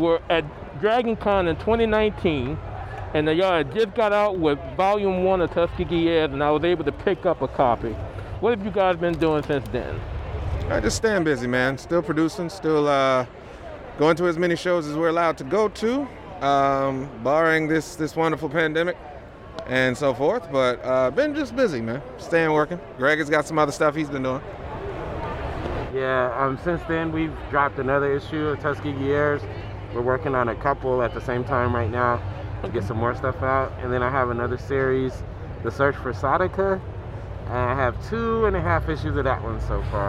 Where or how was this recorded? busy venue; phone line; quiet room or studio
busy venue